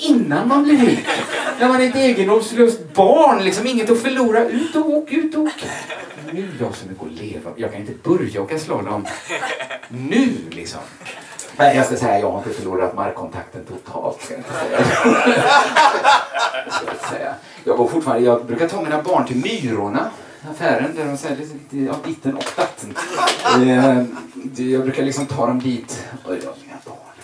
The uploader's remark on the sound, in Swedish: Inspelad i mars 2020 på Bonden Bar i Stockholm.